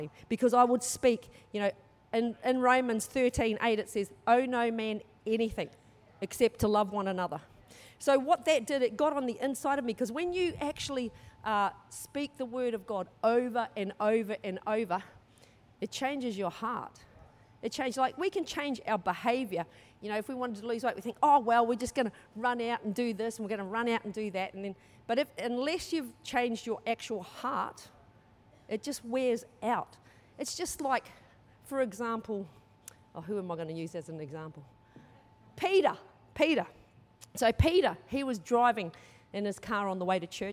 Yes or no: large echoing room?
yes